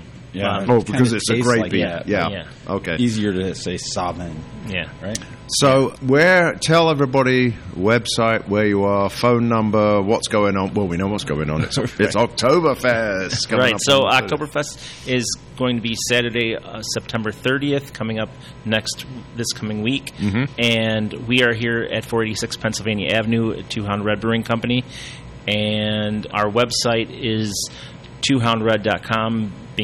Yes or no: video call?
no